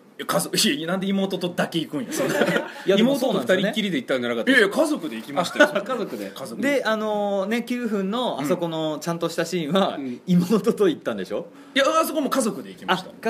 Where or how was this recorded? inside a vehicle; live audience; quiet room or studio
live audience